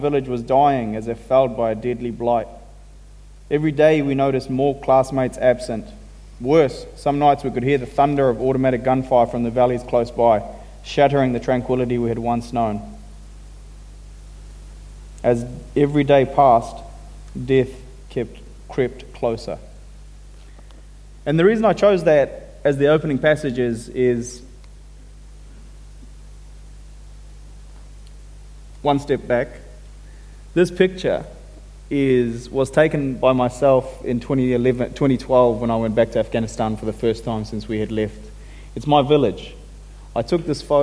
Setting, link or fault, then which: setting, live audience